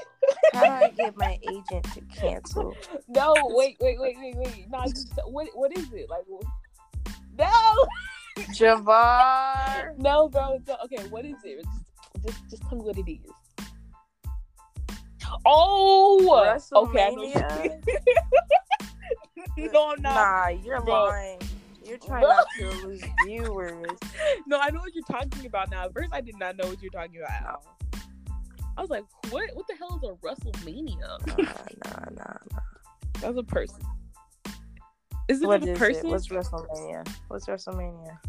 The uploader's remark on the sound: Sorry for the audio cut outs and the audio drops.